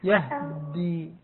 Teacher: تقال برواية قالون أيوة سكن الهاء يهدي يعني تسكين الهاء مع إدغام مع تشديد الدال